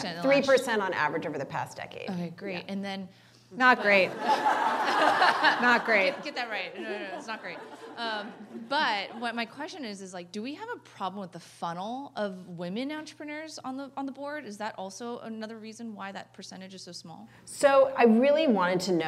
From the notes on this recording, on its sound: in front of a live, female-majority audience as part of Greylock's Iconversations speaker series